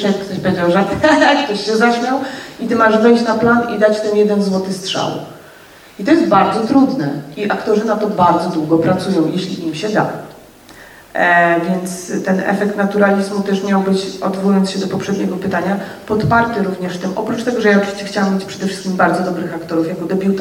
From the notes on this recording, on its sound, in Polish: nagrany został w katowickim kinie Światowid 21 marca podczas przedpremierowego seansu